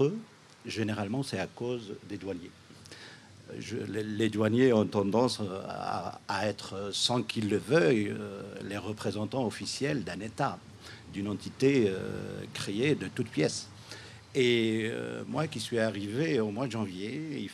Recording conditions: outdoors